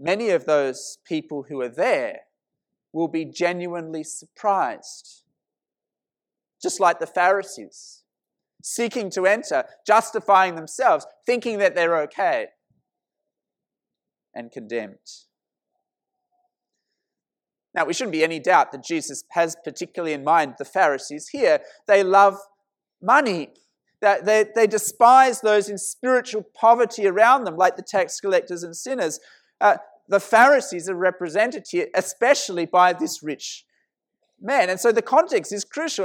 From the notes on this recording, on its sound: This sermon was preached at St Mary's Cathedral, KL.